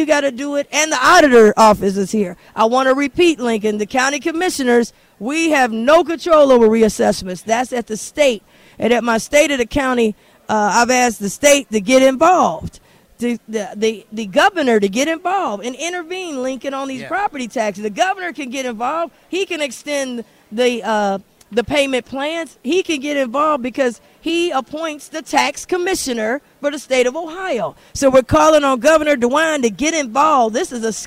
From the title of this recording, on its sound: Live from the 513 Relief Bus!